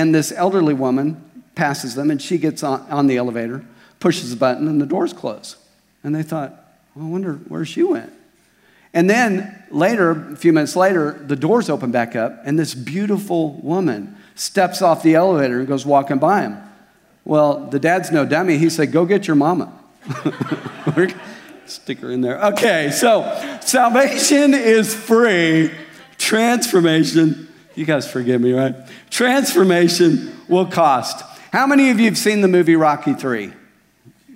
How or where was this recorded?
large echoing room